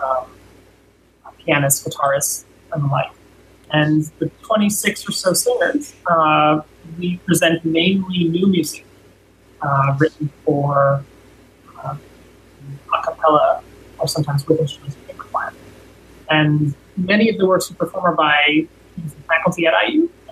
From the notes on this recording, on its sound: We have a few audio issues at the beginning of the episode, but everything smooths out nicely after a few minutes.